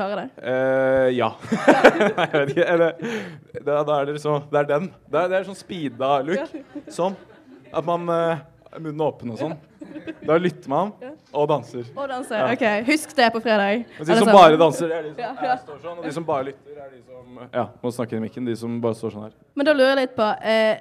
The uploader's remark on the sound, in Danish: Live på Novafest